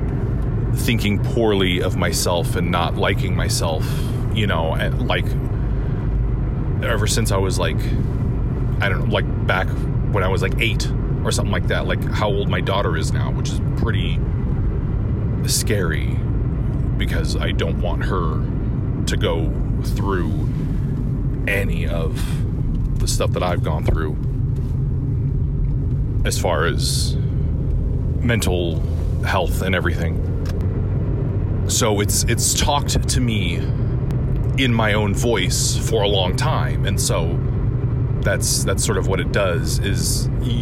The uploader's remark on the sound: It’s a noisy, driving in my car episode